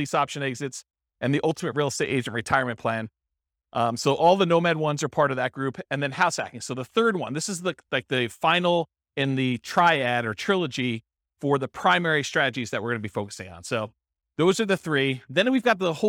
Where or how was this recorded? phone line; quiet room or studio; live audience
live audience